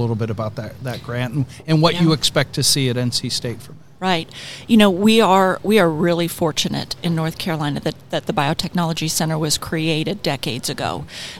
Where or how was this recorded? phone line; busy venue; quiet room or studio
busy venue